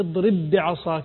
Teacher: بعض الناس يفكر أنه كل إدغام لابد أن يكون فيه غنة، لا، الحقيقة الإدغام الذي يكون فيه غنة إذا كان فيه النون مع النون أو النون مع ينمو بشكل عام، لكن أي حرفين يعني اضرب بعصاك الباء مع الباء إدغام مثليا صغير لا غنة فيه